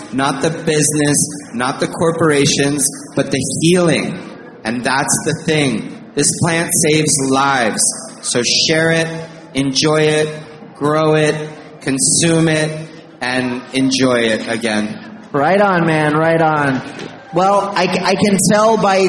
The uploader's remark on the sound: In the second of two episodes recorded live on stage at the 2019 Hawaii Cannabis Expo in Honolulu.